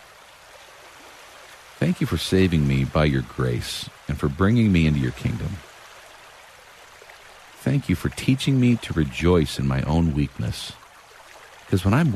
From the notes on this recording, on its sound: Relax to the sounds of a running river.